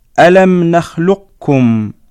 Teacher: يجوز أن يكون الإدغام ناقصا بحيث يبقى أثر القاف وهو التفخيم